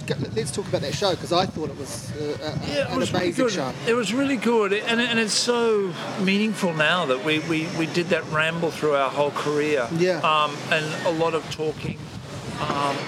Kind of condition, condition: fault, wind noise